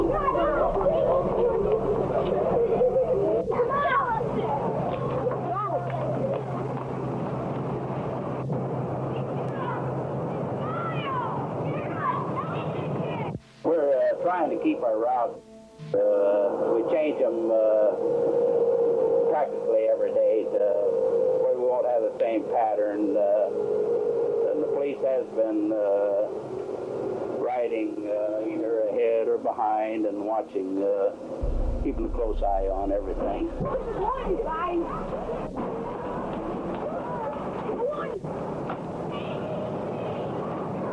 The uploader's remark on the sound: This is an older archive episode, so the production quality is going to sound different compared to newer episodes